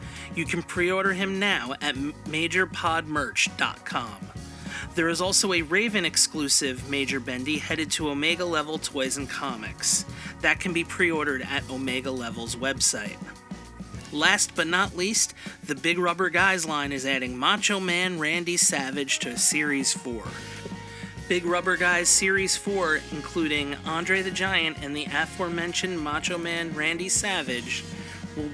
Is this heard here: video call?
no